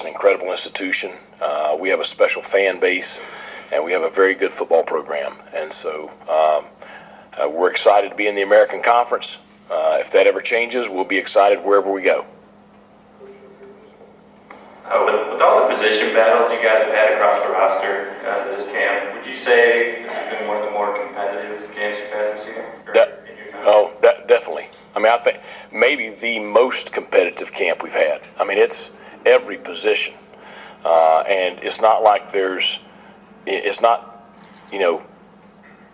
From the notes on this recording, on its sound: Spoke with the news media at ECU’s Media Day. In Greenville, NC.